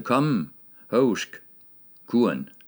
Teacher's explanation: alle de der tryksvage e'er, de er forsvundet på jysk. I hvert fald ældre jysk. · et tryksvagt e i udlyd, falder bort i jysk · Term: apokope